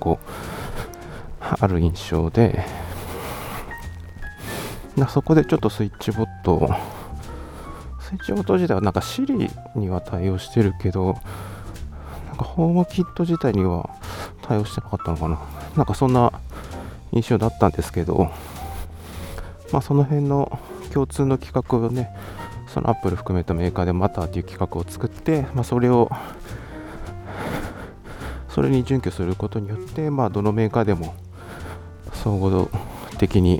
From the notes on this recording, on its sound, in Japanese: 散歩しながらの収録のため、少々荒めの呼吸音はご容赦ください